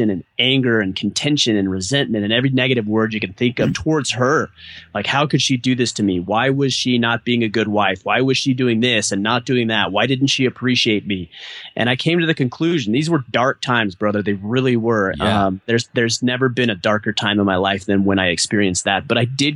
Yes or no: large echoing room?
no